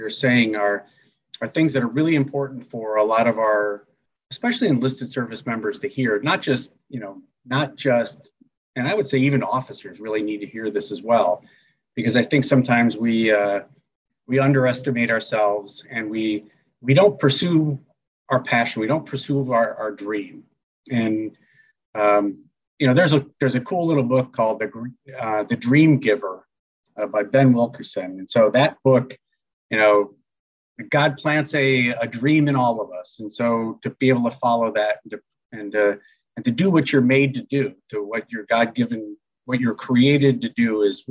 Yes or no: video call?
yes